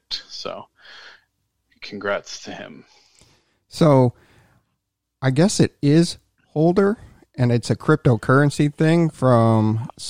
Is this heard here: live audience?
no